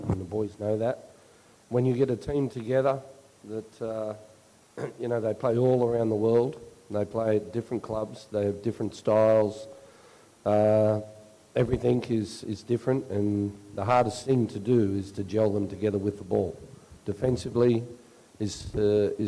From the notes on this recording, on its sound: Post Match Press Conference. Spoke to media following the Subway Socceroos 2-0 opening Asian Cup win over India.